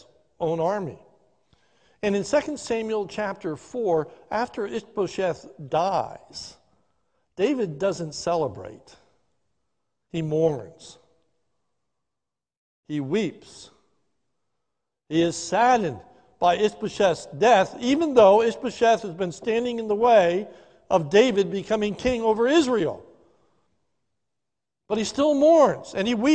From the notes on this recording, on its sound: This is a sermon recorded live at the Lebanon Bible Fellowship Church in Lebanon, PA during the morning service.